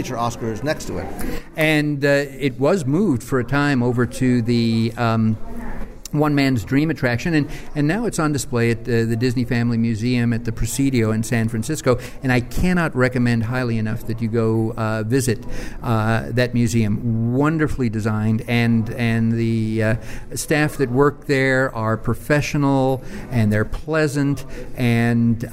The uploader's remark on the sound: Recorded live at Disney's Hollywood Studios in Walt Disney World